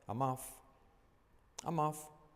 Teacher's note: Esa O como una A y la F, esa doble F es una F pura